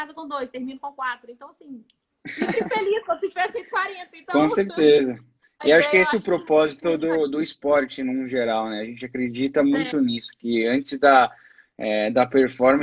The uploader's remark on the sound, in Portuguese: Durante a quarentena.